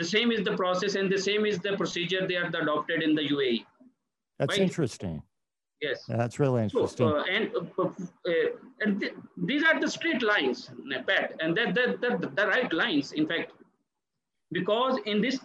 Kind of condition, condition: link, video call